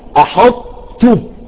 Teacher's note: الإطباق نقول أحطت، يعني ننتقل نبتعا مباشرة إلى الطاء من دون قلقلة، ولكن نعطي إطباق الطاء، نطبق اللسان على الفك العلوي وثم ننزل بانسيابية على الطاء بهمس